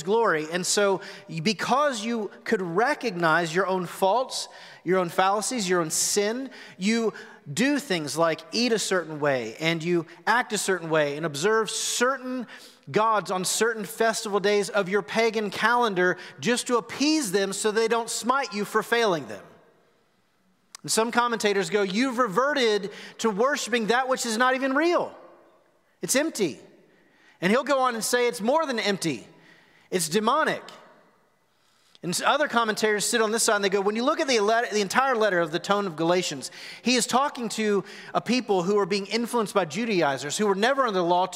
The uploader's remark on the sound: Recorded live at The Fellowship on March 21, 2021.